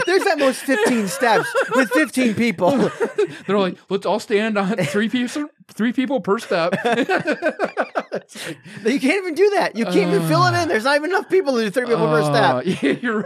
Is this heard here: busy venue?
no